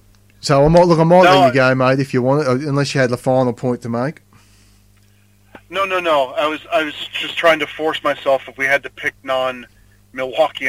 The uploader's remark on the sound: evening commute home through the streets of Sydney